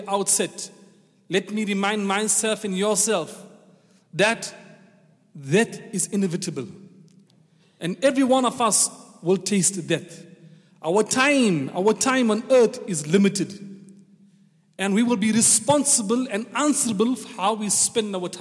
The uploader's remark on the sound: Jummah Programme on the 14th of September 2018 at the Houghton Masjid (West Street)